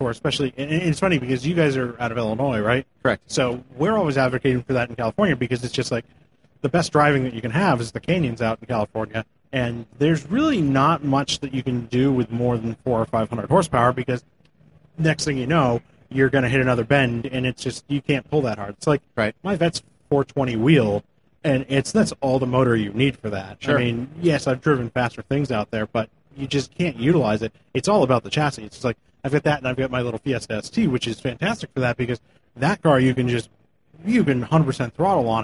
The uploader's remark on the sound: Live again from the Magnaflow stage at SEMA 2018.